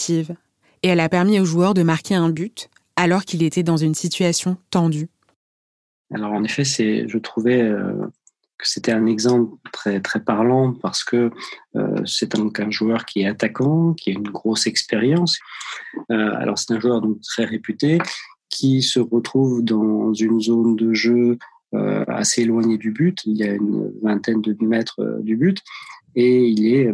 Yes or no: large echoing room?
no